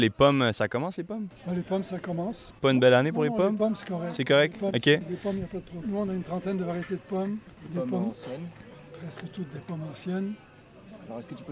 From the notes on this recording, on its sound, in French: Au Pop Up des Fermes et Restos. Les épisodes ont été enregistrés en direct pour vous faire revivre cette belle journée.